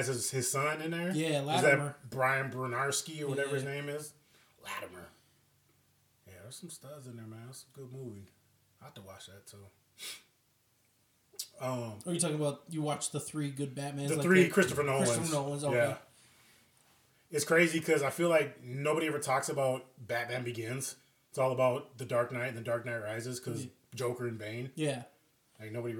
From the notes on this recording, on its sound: This is kind of a raw cut I edited this and the audio got messed up so instead of re editing I'm just putting it out. All the long pauses and fuck ups.